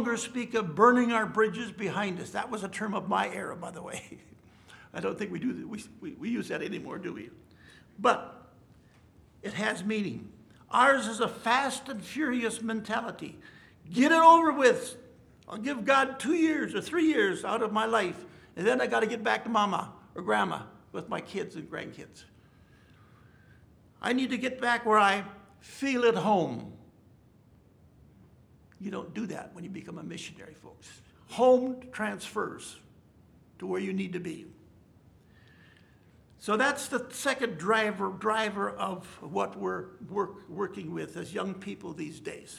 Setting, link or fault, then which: setting, large echoing room